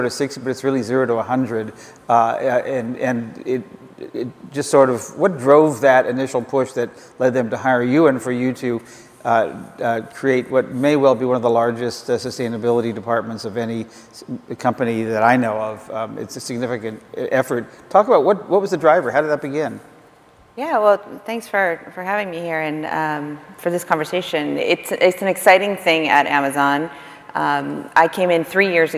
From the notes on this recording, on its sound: The best of live interviews from GreenBiz events.